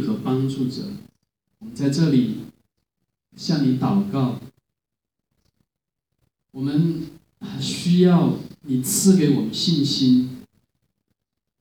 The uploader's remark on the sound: Living Stone Chinese Community Church. Preached at Living Stone, Sunday 2018-01-28.